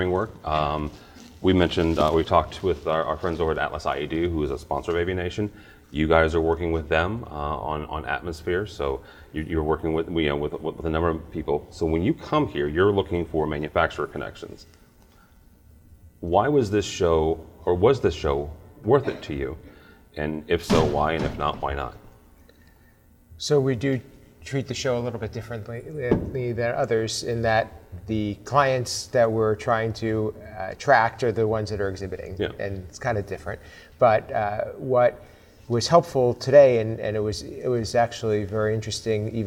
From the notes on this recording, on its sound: Live From InfoComm 2021